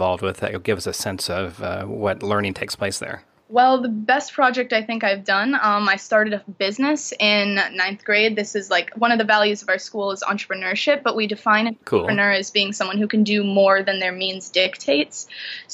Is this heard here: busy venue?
no